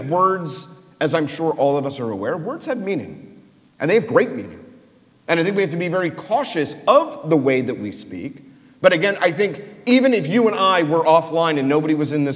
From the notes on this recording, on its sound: Live Interfaith Discussion. Come together for a live taping at St Mary's Episcopal Church.